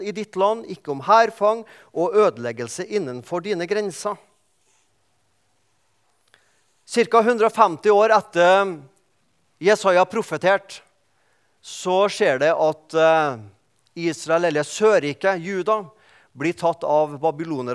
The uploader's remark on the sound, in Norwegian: i gudstjenesteni Misjonshuset